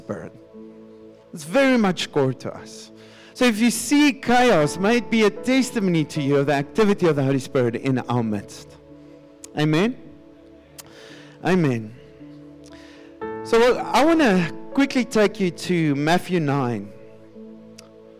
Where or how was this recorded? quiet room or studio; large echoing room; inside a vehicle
large echoing room